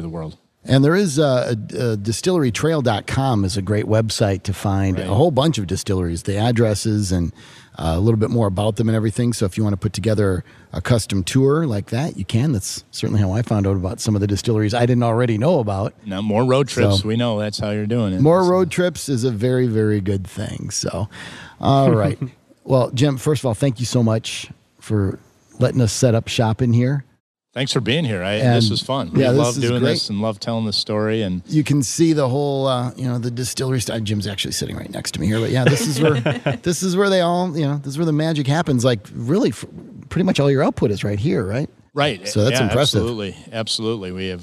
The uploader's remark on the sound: film on location in the distillery center at Central Standard